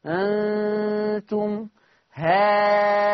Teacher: همد ست حركات ومنساش غنة النون، أنتم هانتم، محدش يخلط الألف اللي هتتمد ست حركات بغنة النون، غنة الإخفاء الحقيقي.